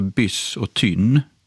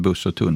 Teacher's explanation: i den här nordvästra Skåne så är det just framför T, S och N som vi får det här korta y-ljudet · Shown in: first take · Så det heter byss och tynn, inte buss och tunn.